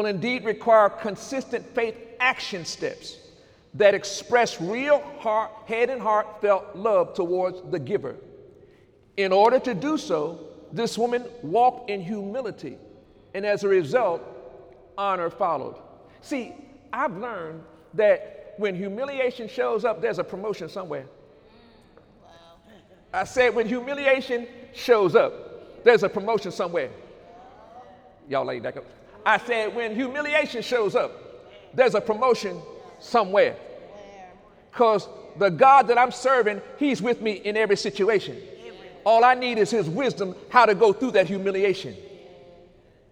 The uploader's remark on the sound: During Sunday morning service on December 2, 2018